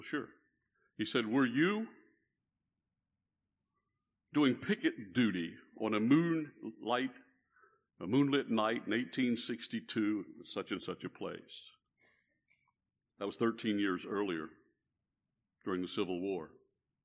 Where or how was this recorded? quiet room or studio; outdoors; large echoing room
large echoing room